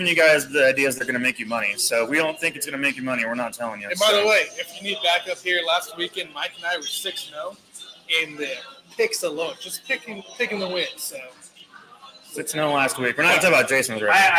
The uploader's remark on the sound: Live From Mr Brews Taphouse in Overland Park, KS